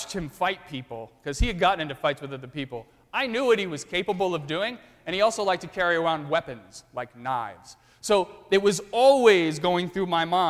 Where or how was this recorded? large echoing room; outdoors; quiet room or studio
large echoing room